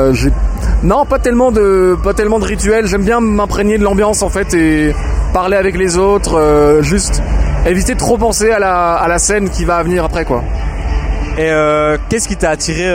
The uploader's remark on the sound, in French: était à Namur pour vous faire vivre en direct le festival Namur is a Joke